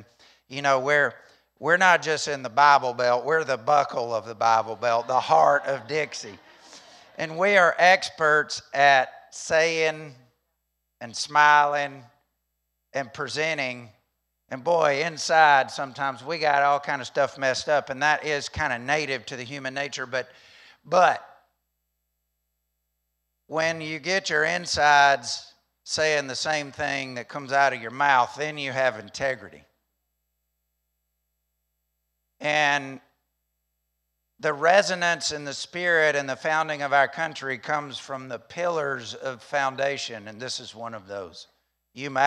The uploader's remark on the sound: During the 8:45 am service at The Anchor Church in Rockport, Maine.